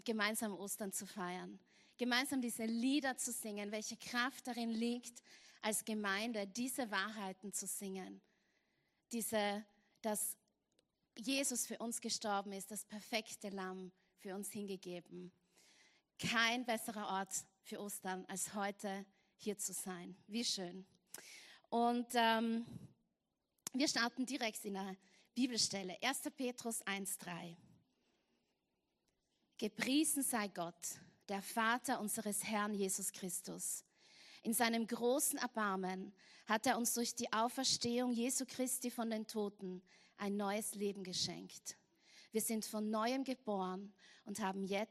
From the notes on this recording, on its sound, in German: Gottesdienst live aus der LIFE Church Wien.